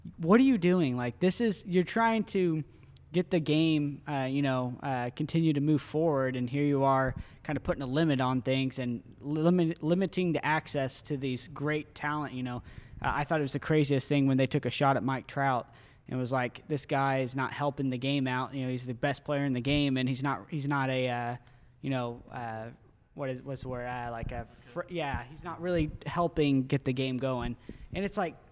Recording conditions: busy venue